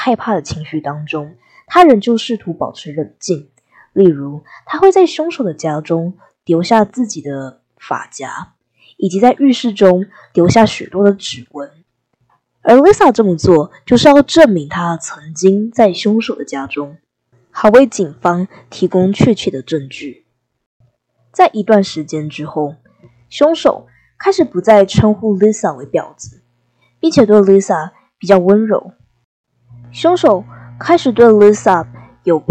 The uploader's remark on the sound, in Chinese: 初次製作，音質不好請見諒。